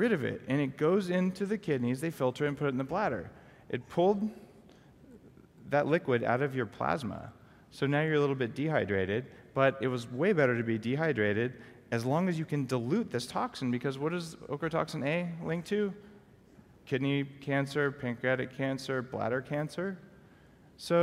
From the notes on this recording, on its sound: LIVE at the Longevity Now® Conference 2014